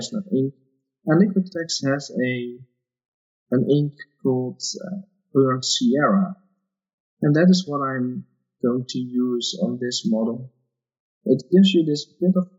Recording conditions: poor sound quality